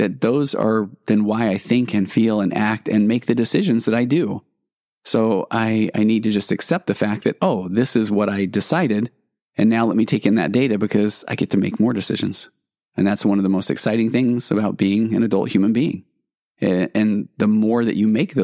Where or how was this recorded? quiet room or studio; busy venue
quiet room or studio